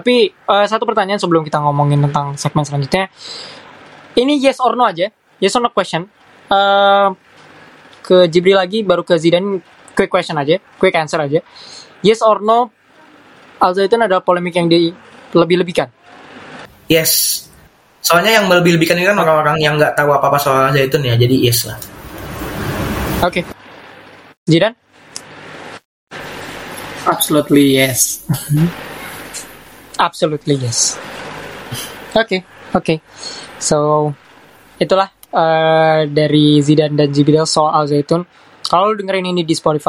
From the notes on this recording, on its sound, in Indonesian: mohon maaf atas gangguan audio